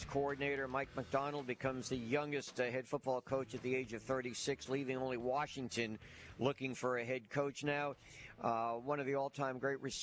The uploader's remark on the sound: live from the Senior Bowl on a Thursday edition